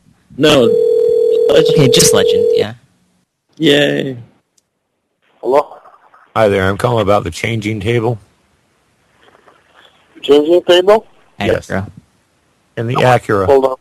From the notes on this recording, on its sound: Prank Phone Calls